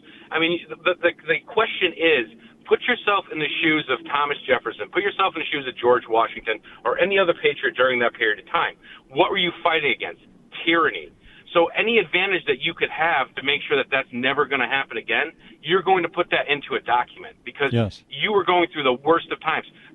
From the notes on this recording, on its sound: the phones are filled with response from listeners